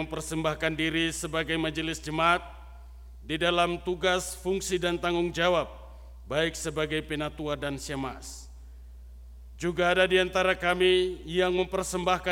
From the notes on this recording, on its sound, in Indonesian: RSK 98.6 FM. Rekaman ibadah Minggu Malam tgl 25 Des 2022.